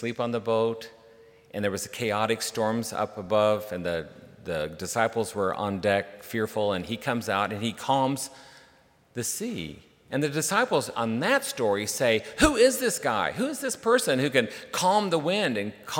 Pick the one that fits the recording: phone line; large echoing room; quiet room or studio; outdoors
large echoing room